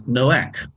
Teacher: Again, without getting too technical about this, it's the ending that's different. The last letter, which is on the left, is actually a guttural CH sort of sound.